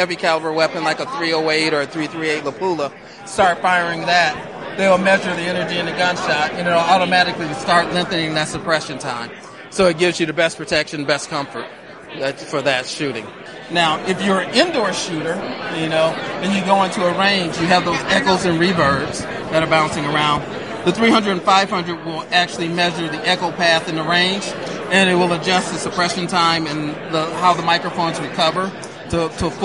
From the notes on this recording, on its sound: SHOT Show 2018. Several interviews from the show floor.